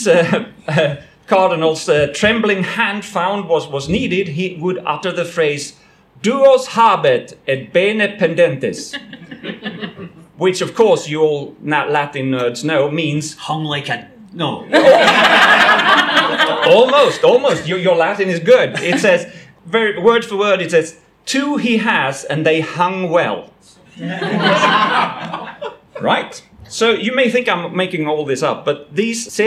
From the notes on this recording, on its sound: Live at QED! Our live recording at QED in Manchester.